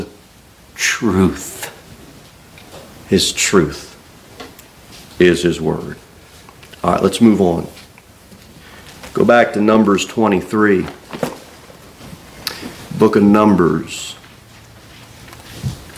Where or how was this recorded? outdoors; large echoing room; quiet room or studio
large echoing room